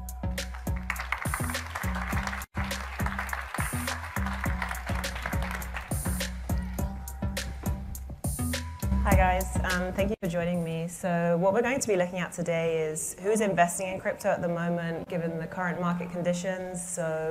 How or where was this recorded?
busy venue